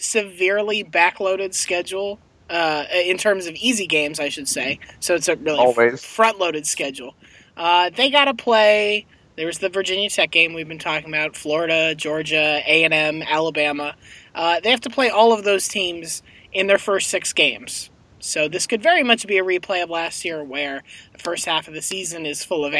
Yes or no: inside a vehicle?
yes